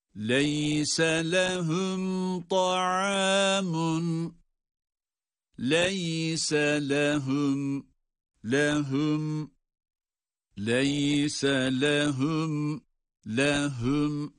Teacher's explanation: Ha harfi, evet, boğazın en alt kısmından çıkacak. Yani boğazın ortasından boğaz sıkılarak çıkan ha değil.